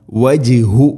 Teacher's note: ജീമിനെ ഖൽഖല ചെയ്യണം, ശരിക്കും കേൾക്കണം